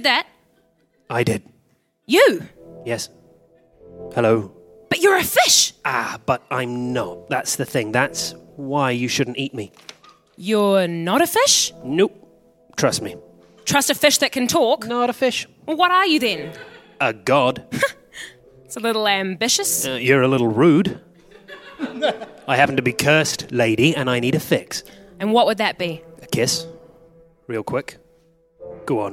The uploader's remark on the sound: Recorded live at BATS theatre, Wellington, New Zealand.